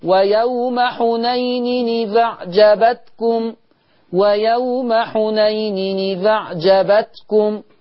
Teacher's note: هنا النقل جه مرتين ورا بعض فاسمه توالي نقل. فممكن اللسان غصب عنه يبقى تقيل معايا مع غيري مع اي حد.